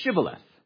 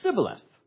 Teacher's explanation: if you were east of the Jordan, you said it with the sh. · Shown in: first take · You said shibboleth.